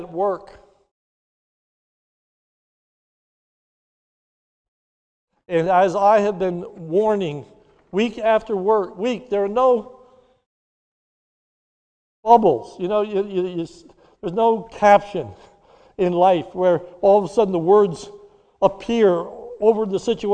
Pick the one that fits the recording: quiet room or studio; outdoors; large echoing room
large echoing room